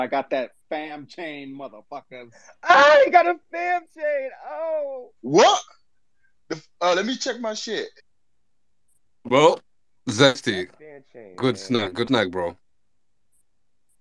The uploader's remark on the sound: The content in this podcast is a recorded Twitter space hosted on the 22st of November 2022.